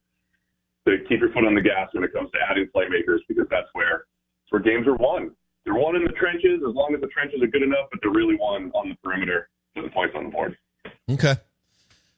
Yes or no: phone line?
yes